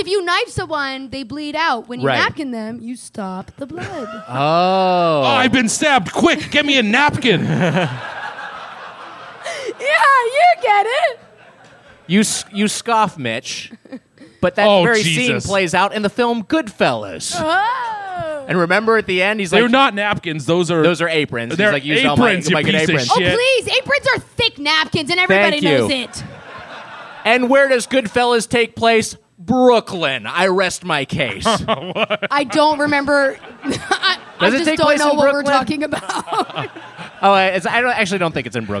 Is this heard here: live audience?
yes